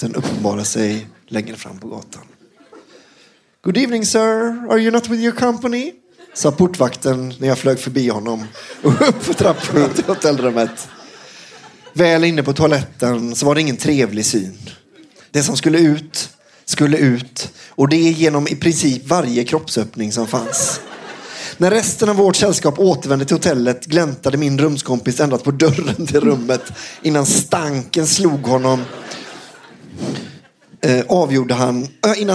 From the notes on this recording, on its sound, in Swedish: Live på Scala.